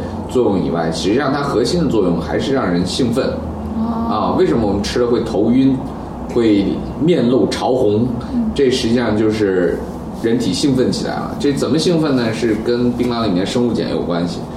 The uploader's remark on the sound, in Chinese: 本期节目为在张大妈办公区用录音笔录制，可能有街道上的杂音，请见谅。